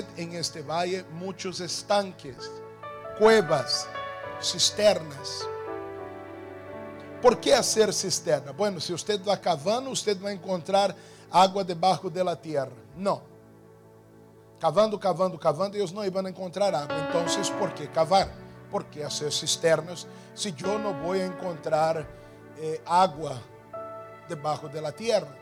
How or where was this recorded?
large echoing room